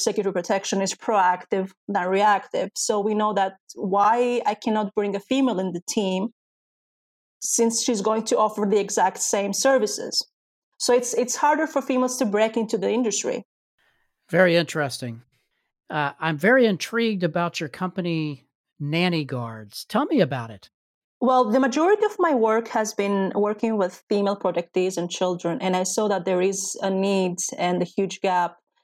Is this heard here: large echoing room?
no